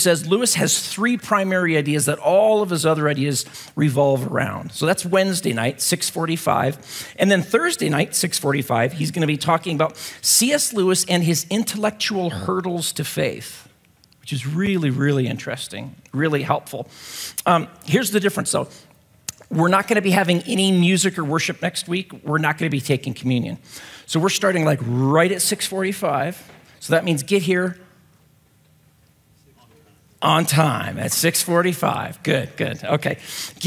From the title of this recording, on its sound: at Timberline Church